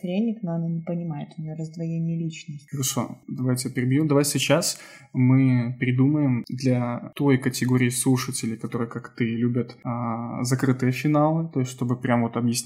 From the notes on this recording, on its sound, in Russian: Звук в этом подкасте немного некачественный.